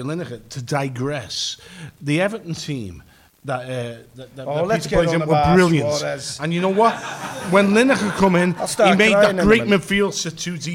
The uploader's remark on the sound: Live from Liverpool